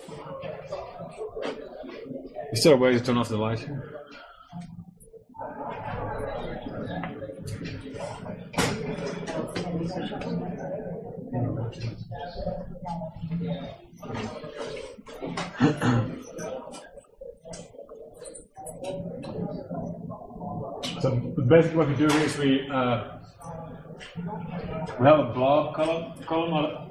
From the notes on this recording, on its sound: Recorded at the Northeast GNU/Linux Fest 2012-03-17